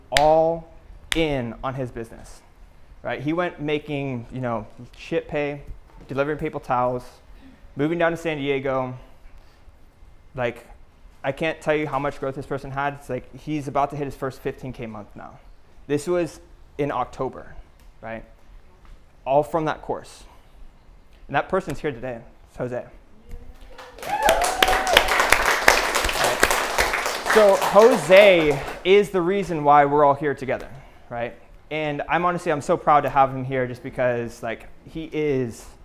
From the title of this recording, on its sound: Live Lecture PTBI Retreat 2021